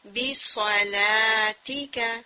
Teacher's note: استعلاء کی صفت بھی ہے اور صفیر کی صفت بھی ہے اینڈ اطباق کی صفت بھی ہے